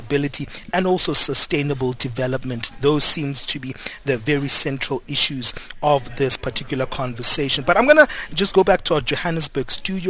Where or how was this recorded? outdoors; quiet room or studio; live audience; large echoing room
outdoors